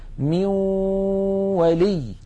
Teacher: الجزء اللساني في النون انعدم وتحول إلى واو، وأن الغنة قد بقيت · Term: الإدغام بغنة